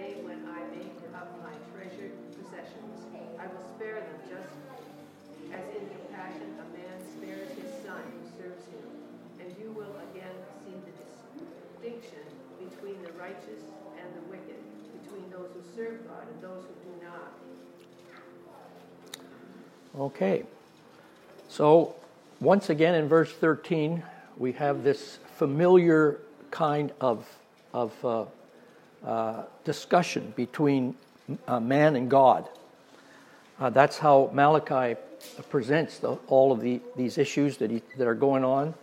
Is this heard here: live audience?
yes